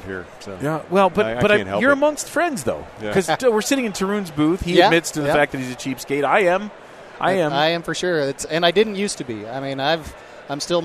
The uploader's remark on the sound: Live from Dentsply Sirona World 2017!